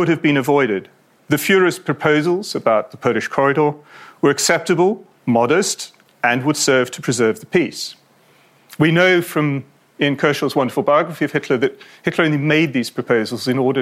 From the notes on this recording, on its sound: a talk that he delivered at our recent World War Two event in Bristol